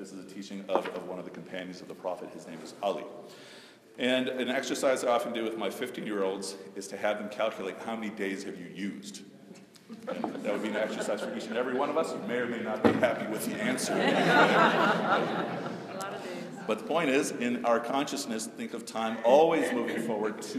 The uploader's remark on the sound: A brief talk at Oak Park Temple to an audience of Muslims and Jews.